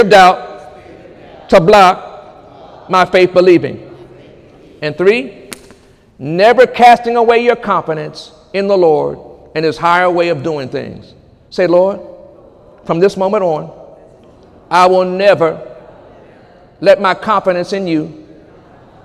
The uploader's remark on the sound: During Sunday morning service on May 6, 2018